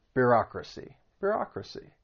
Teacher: it has four syllables and the stress is on that second syllable